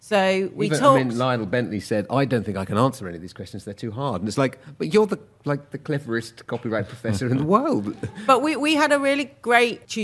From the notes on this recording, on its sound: Recorded in front of a live audience at LILAC 2023.